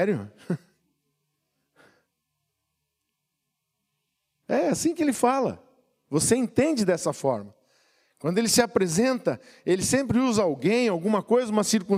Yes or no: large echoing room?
yes